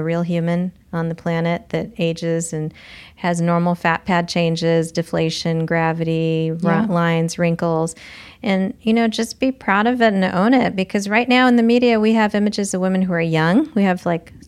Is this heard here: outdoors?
no